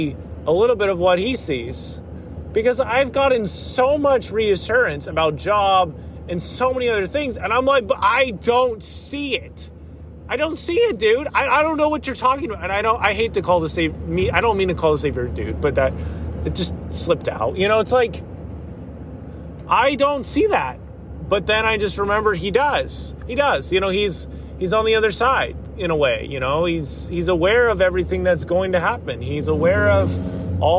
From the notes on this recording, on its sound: This was recorded while driving through Tennessee. There may be the sounds of cars and driving and that is 100% intended haha.